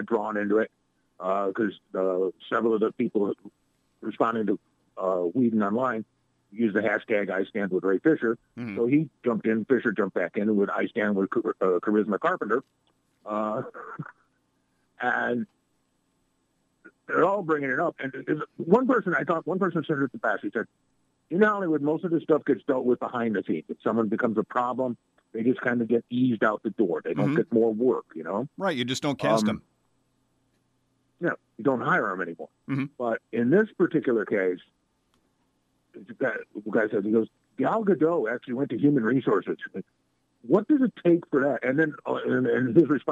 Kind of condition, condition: link, phone line